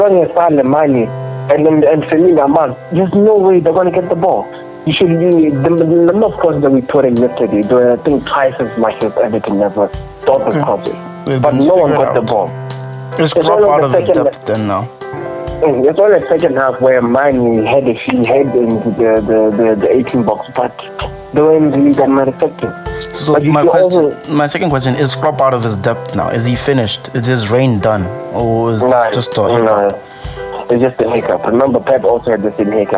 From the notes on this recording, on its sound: my first podcast guest (call in)